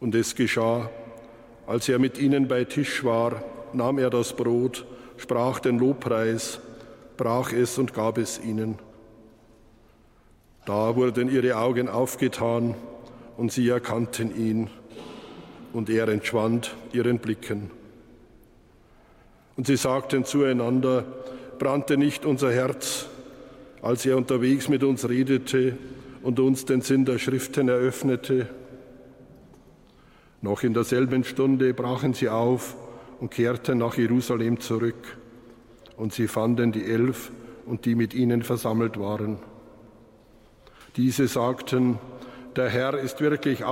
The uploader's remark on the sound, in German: Live-Gottesdienstübertragung aus der Stadtpfarrkirche Waldkirchen